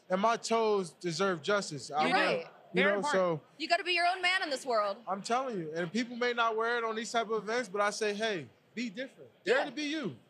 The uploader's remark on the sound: Live From the NFL Honors Red Carpet! Live from the NFL Honors Red Carpet in Las Vegas!